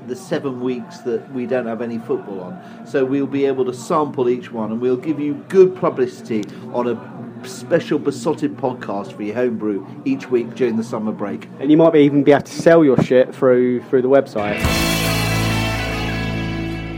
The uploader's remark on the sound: The Beesotted crew were in fine mood at The Prince Blucher pub on Twickenham Green.